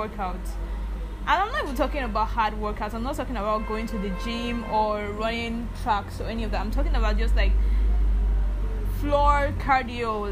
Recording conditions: background noise